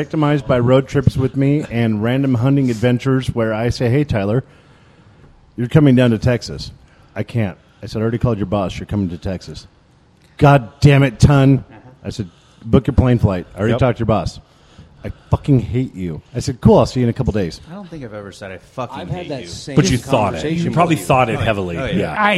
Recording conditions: busy venue